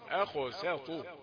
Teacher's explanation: على طول بعد السين المرققة طاء مفخمة